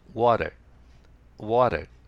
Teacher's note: アメリカ英語は T の発音が非常に軽いんですね。ほとんど聞こえないんですね。